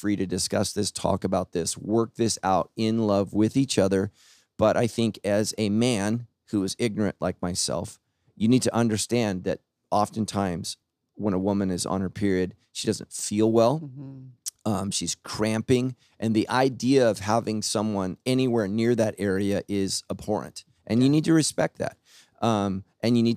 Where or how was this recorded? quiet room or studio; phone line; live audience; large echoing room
quiet room or studio